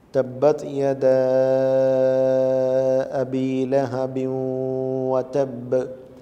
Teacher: ഈ യദാ എന്ന നീളൽ സാധാരണ അളവിലും കൂടുതലാണ്. അങ്ങനെ നീട്ടാനുണ്ടായ കാരണം ആ മദ്ദിൻ്റെ അക്ഷരം അലിഫ് അലിഫിൻ്റെ ശേഷം ഹംസ വന്നു എന്നതാണ്.